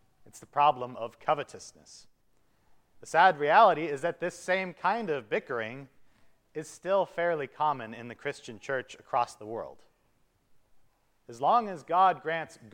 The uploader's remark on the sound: the service for the Tenth Sunday after Trinity at Grace Evangelical Lutheran Church, Lexington, MO.